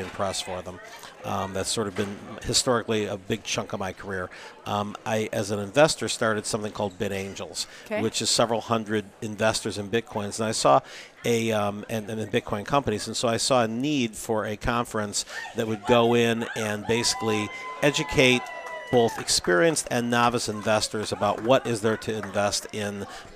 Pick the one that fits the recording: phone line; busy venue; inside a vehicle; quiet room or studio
busy venue